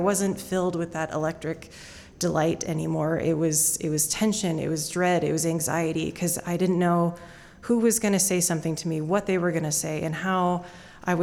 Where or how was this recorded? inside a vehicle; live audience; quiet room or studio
live audience